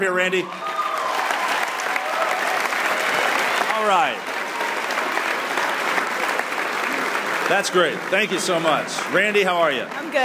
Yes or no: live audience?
yes